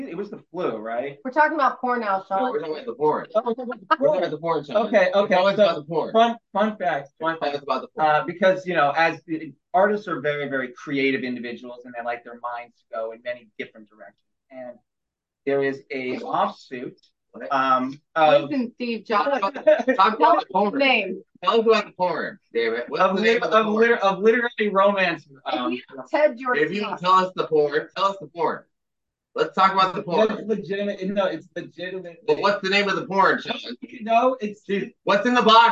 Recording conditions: video call